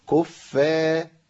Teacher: الفاء مرققه والالف مرقق الراء مفخمه